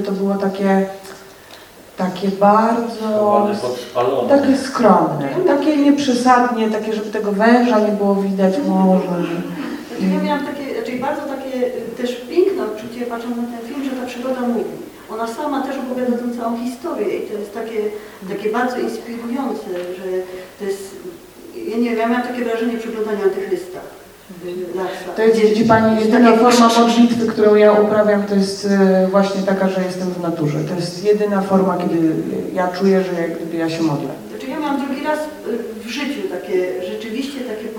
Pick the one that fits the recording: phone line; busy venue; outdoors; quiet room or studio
busy venue